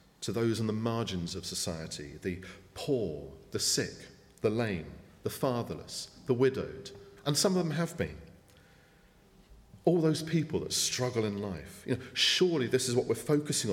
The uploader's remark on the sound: speaking at the 9:30 service